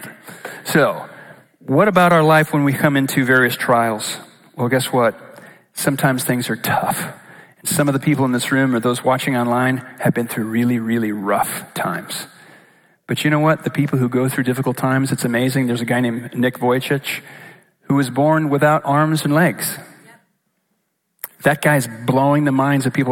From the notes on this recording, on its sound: Recorded live at Capital Church in Meridian, Idaho